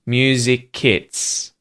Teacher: between the words music and its, that k sound links to its.